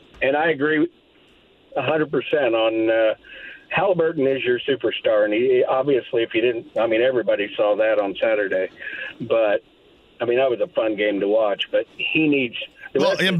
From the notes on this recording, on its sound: Opens the phone lines up and takes some calls from Colts and Pacer fans! Responding to comments from listeners online!